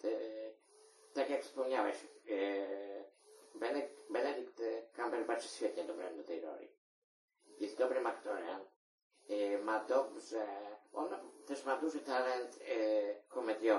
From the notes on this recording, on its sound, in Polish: Jakość dźwięku zapewne nie jest taka jakiej pragniemy, ale zamierzamy nad nią popracować w najbliższych odcinkach.